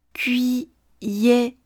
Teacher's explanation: 我们先来看 k 后面的半元音，u 再加上一。这是一个从 u 滑到一的过程。